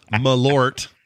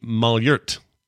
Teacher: With a quick muh and an emphasized lort. The emphasis is more on the first part. · Shown in: second take · It's more like mal-ert.